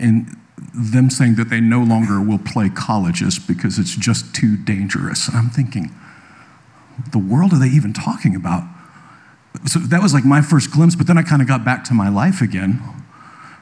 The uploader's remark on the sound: live at Conduit Church